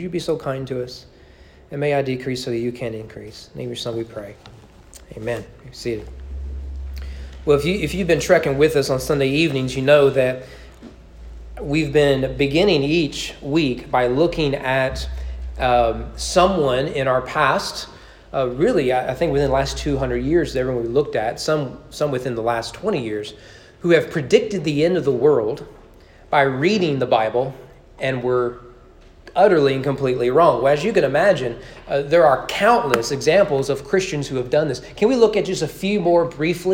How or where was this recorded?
large echoing room